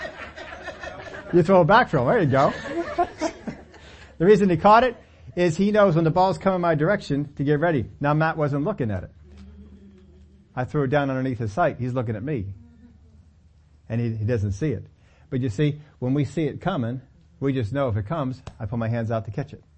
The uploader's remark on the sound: We take them on in this Sunday service.